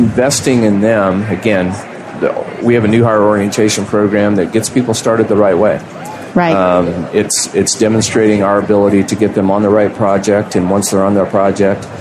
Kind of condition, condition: setting, busy venue